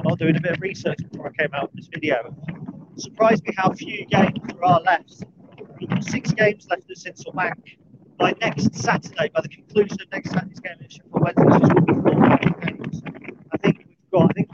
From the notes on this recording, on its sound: A brief dog walk chat